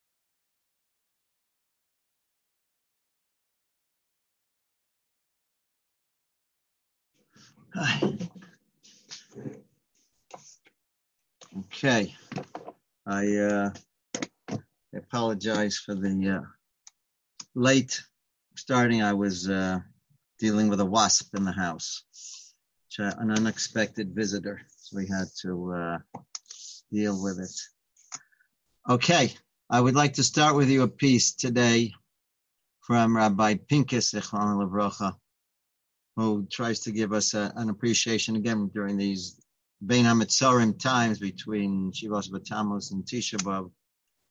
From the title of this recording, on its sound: Live On Zoom: 7-14-2020